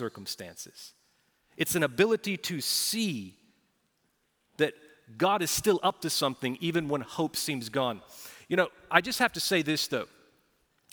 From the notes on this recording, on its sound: Recorded Live at Brookwood Church on 3.26.2023